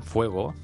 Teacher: a més a més també passa la diftongació com en castellà